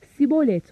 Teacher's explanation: Sibolet sözcüğünü Gileadlar Shin harfi ile şibolet biçiminde söylemektedirler. Ancak ş sesini çıkaramayan Efraim kabilesi üyeleri sözcüğü sin ile başlatıp sibolet olarak telaffuz etmektedir